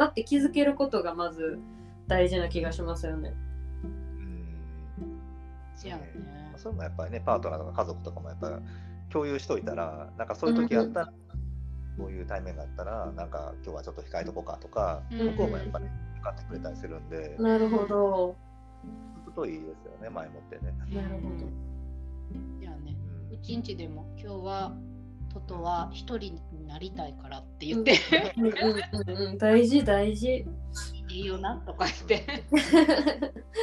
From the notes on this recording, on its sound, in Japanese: 次回音質改善します。